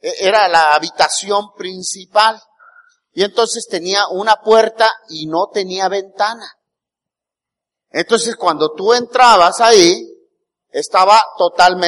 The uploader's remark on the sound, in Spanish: Grabada el día 19 de Agosto del 2018 en la Iglesia Bautista el Cristo.